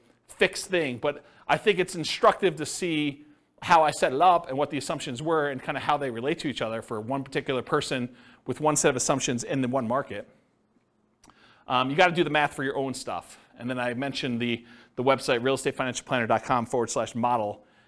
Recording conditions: live audience